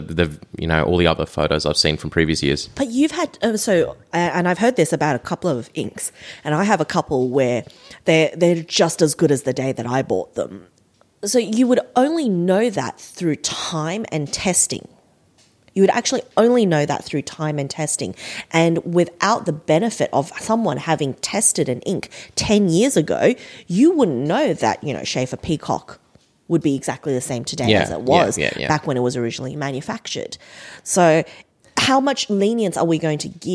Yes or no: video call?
no